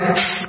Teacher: سین اس میں سیٹی کی آواز نکلے گی